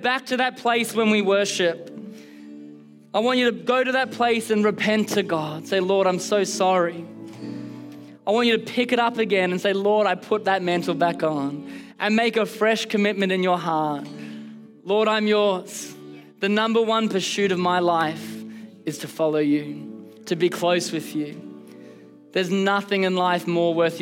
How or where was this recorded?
large echoing room